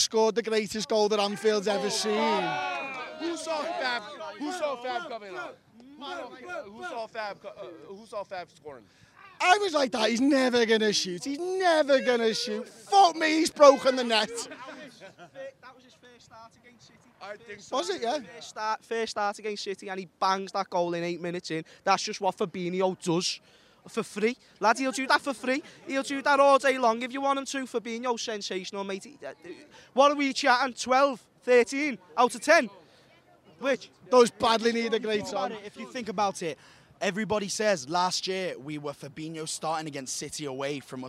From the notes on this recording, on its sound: Join us outside Anfield